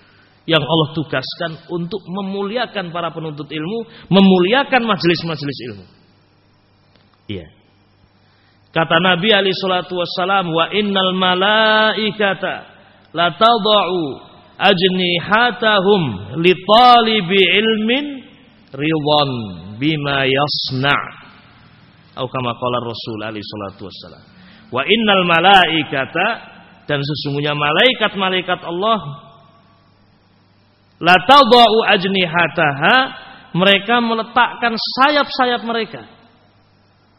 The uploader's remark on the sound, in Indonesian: Rec Audio Rekaman Tausiyah ba'da shubuh. Dari Masjid Ibnu Taimiyyah Sanggrahan, Grogol , Sukoharjo. File Audio 32kbps.